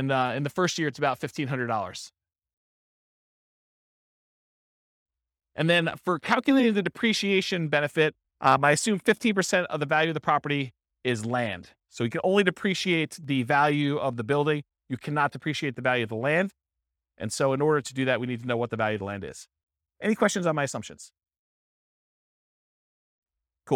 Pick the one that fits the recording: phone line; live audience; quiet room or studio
live audience